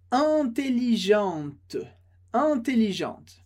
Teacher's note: Não existe em francês o som in, como a gente fala, interno, internacional, inteligente. Em francês, esse som sempre vai ser un. Un. Com esse sorrisinho mesmo aberto, facilita para produzir o som. · Term: som un